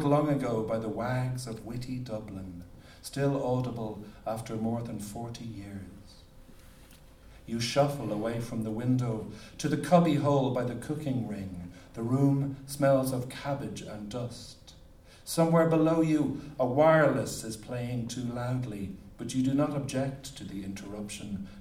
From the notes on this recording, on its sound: as part of the UNESCO event at Worlds Literature Festival 2011